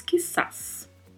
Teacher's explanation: a letra Z, não tem som de Z no espanhol, ela tem som de S